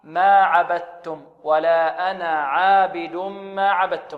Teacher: إدغام تام، إدغام كامل، تذهب الدال صوتا وصفة أو مخرجا وصفة أو الحرف كله يذهب يصير تاء